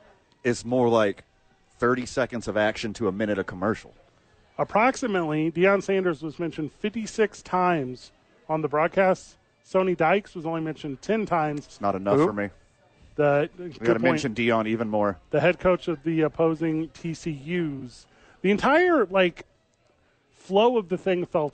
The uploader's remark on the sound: Live from HOWIES SPORTS PAGE. They are live from there today for their two fantasy football drafts.